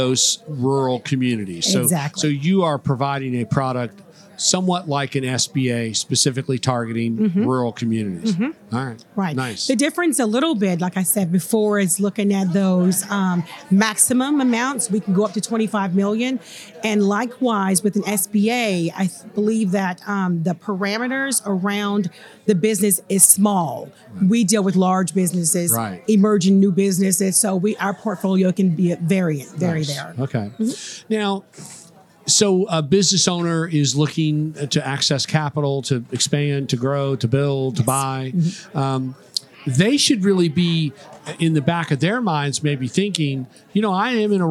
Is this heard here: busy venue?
yes